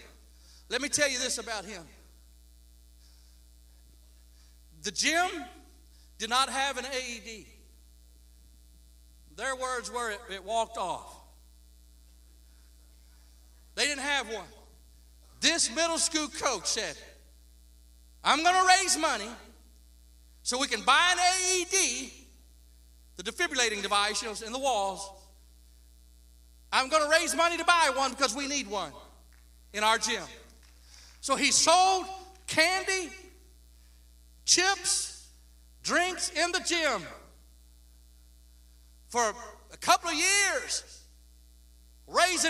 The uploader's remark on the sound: Please note that the buzz in the audio does vary throughout the episode.